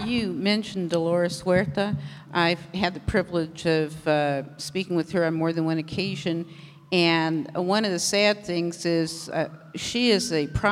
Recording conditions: live audience